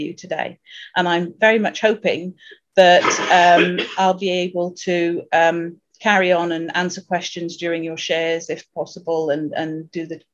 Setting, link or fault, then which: link, video call